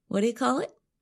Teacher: we don't really pronounce the letter T at the end of the phrase. Instead of saying call it, we say call it with a held T.